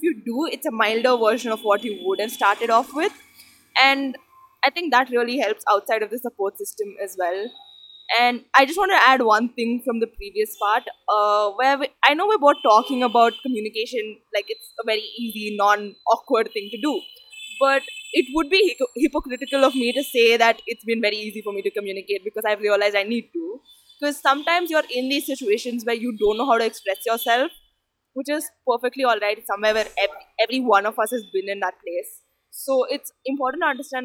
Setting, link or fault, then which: fault, background noise